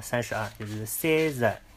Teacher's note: 那么几十几，中间这一个十，必须要发浊音